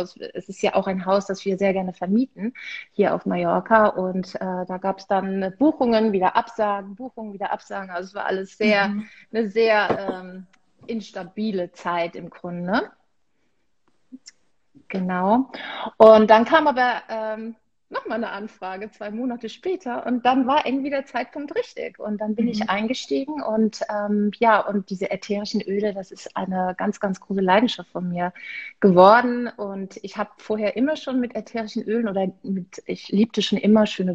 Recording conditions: video call